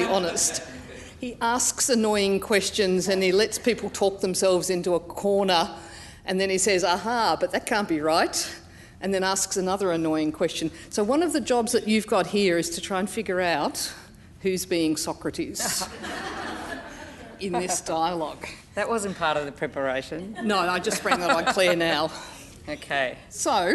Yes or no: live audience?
yes